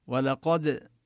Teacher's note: نبين قلقلة الدال، والواو واللام مرققان أما القاف مفخمة